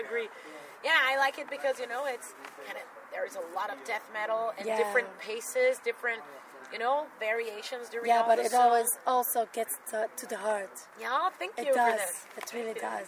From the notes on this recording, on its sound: Interview at Summerrock Festival Belgium